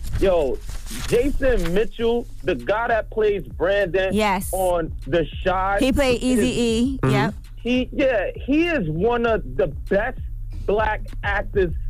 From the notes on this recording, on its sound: Today on the show we opened up the phone lines